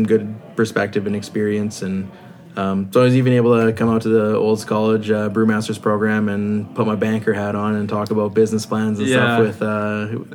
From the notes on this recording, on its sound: We recorded this episode at Belly Hop Brewing while we drank One Tart Bird.